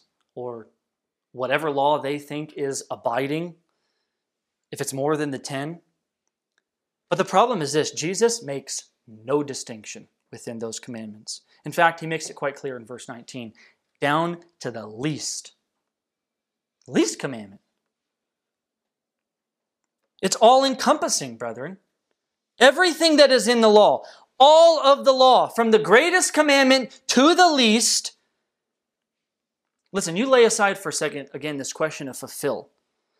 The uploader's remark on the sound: This message was delivered on November 22nd, 2020 at Redeemer Community Church.